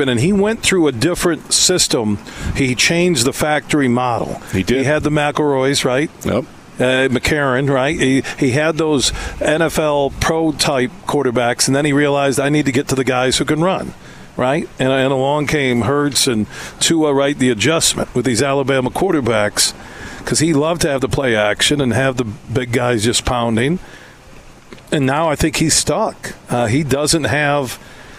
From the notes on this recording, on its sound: Today we're broadcasting live from the McDonald's in Grandville on 44th Street as McDonald's of Michigan is kicking off their "Best Burger" campaign.